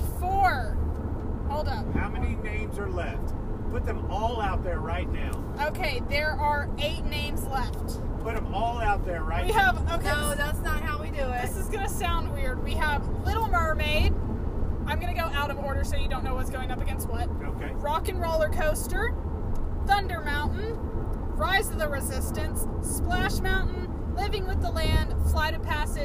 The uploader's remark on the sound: While on a road trip! Due to being in a moving vehicle, audio issues may be evident.